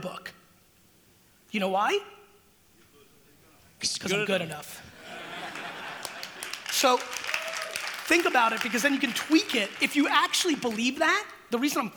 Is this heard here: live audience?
yes